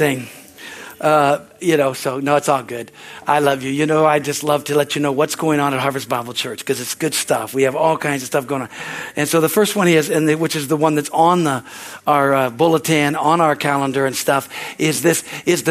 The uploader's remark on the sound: Is from the Sunday service on April 2, 2023 at Harvest Bible Church in Stockton, CA.